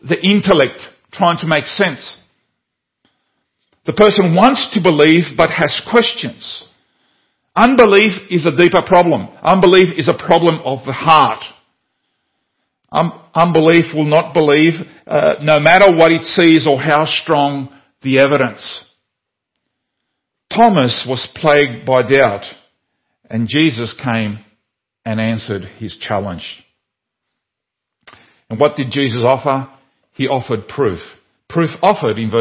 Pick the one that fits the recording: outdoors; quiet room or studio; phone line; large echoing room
large echoing room